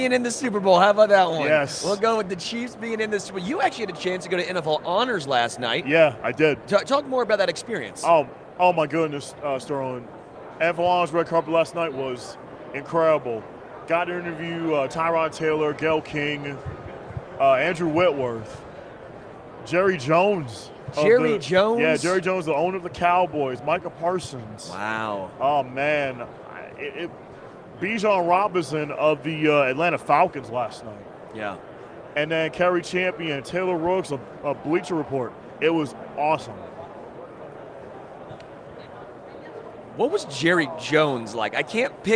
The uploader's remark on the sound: Live from Super Bowl LVIII